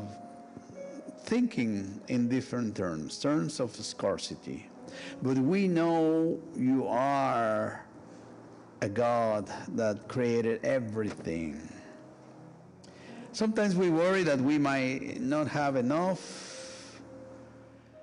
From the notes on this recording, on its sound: Sunday worship service of First United Methodist Church of Pacoima, recorded live. We are located at 12550 Van Nuys Blvd.